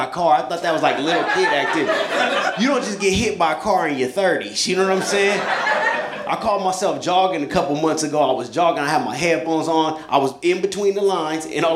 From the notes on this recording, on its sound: A hysterical live stand-up comedy show.